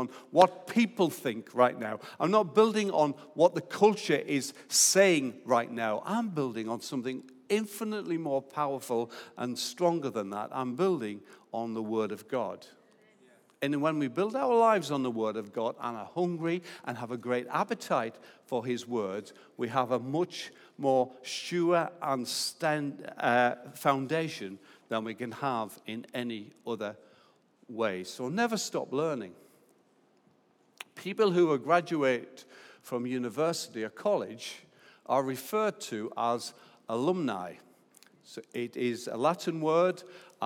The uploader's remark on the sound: Recorded live at Life Church